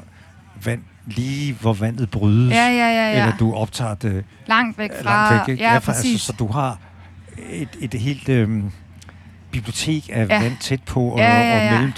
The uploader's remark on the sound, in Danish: live og direkte på The Lake under Badesøfestivalen